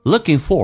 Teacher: for 不被强调，说成 f 加个儿化音变成 for，用降调读